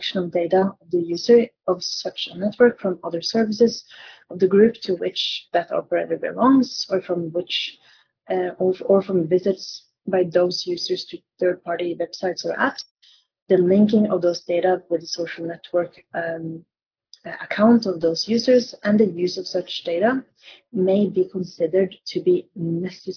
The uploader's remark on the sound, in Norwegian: Dette er et opptak fra en LinkedIn Live.